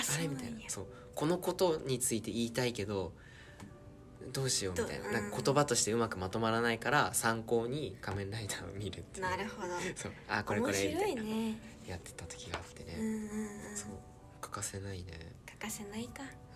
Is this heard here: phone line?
no